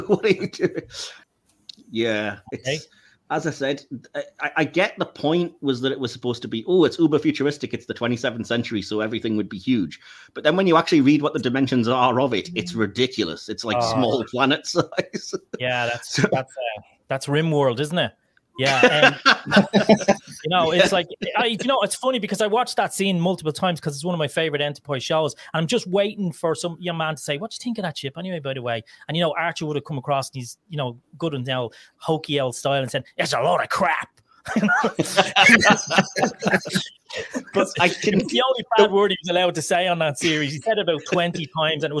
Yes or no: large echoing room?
no